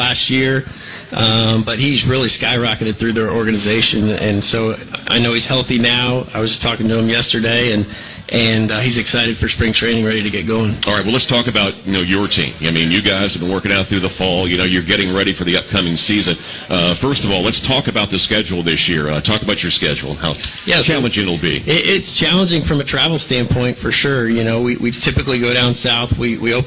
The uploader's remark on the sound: live at Mode X for the coaches show this past Monday night